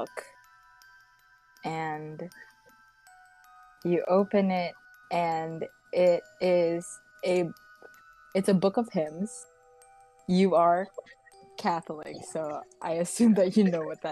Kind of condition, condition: fault, background noise